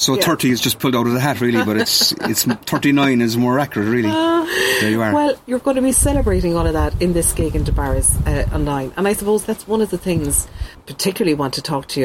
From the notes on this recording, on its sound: We can't record guests in studio at the moment. Inviting guests to their back garden!